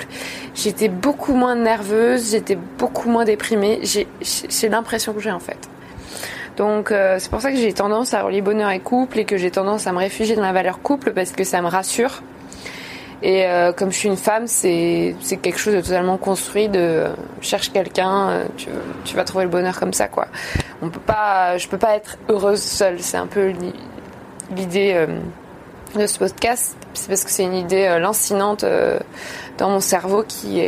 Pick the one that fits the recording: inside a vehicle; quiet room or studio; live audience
inside a vehicle